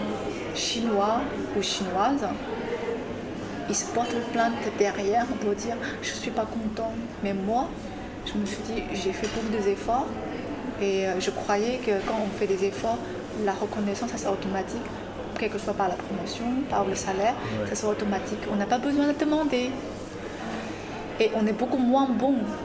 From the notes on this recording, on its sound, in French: Conversation enregistrée au Bar Lindbergh du Marriott Opéra Ambassador